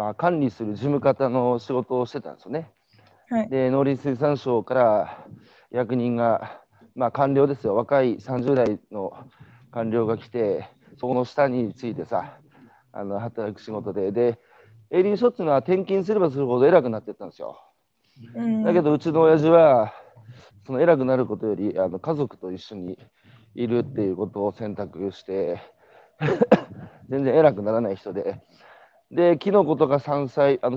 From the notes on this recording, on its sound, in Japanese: 歩きながら2時間、対談インタビューを受ける